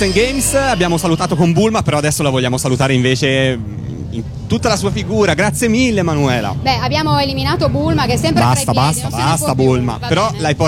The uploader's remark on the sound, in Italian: Direttamente da Lucca Comics & Games 2011